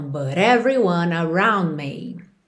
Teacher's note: T com rarara no final desse but, porque eu estou ligando com everyone